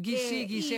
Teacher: a pronúncia correta em português é com E aberto